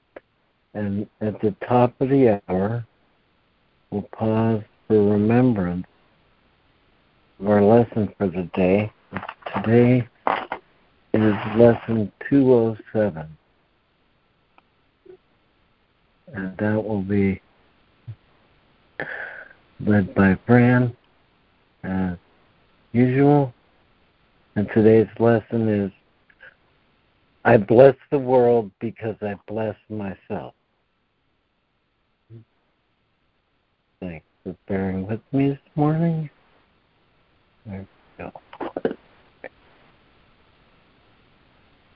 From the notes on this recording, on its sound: ACIM Daily Conference Call.